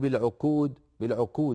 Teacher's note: من جملة ذلك ضعف القاف في كلمة العقود، كأنك قلت أوفوا بالعقود، بالعقود يعني أشبه تكون بالكاف، قاف ضعيفة تكاد تكون كافا